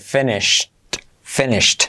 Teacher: Y como E-S-H-E-D, finished, finished, como acabado en T, aunque sea una D